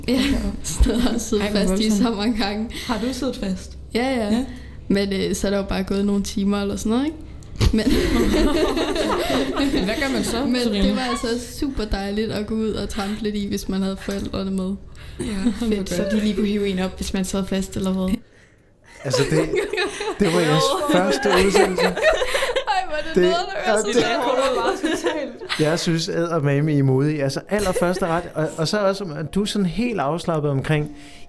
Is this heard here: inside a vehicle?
no